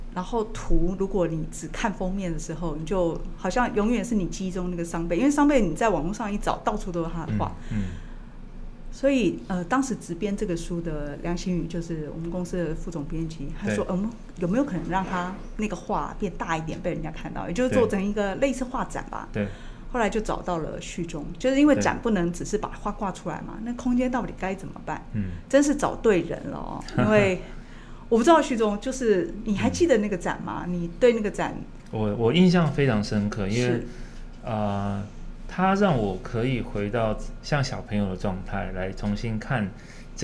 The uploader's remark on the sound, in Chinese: 本集節目在「Sidoli Radio小島裡」現場錄製，並共同播出。